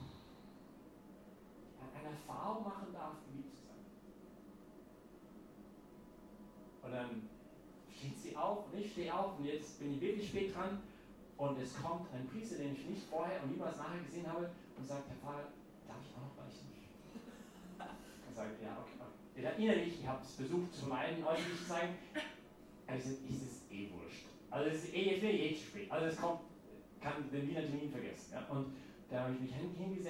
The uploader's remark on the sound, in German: Diese Predigt wurde bei der YP Messe am Pfingstsonntag gehalten.